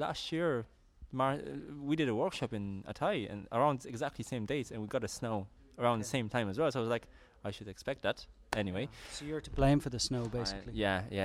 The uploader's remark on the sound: First in a line of short recorded from the Islanders Conference in Kilkenny Ireland.